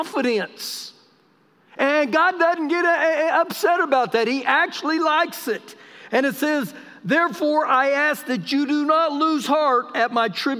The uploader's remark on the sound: Recorded live during our Wednesday night service